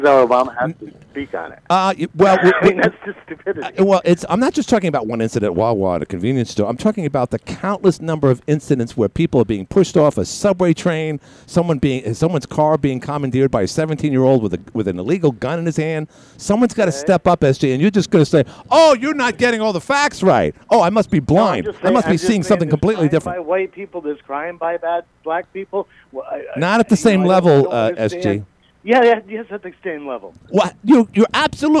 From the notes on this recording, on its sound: called